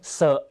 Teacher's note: ออกเสียงเซธรรมดาเสียงไม่สั่นนะฮะ